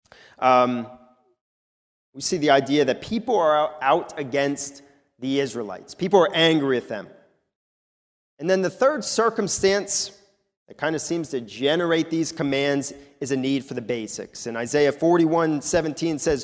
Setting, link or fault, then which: setting, large echoing room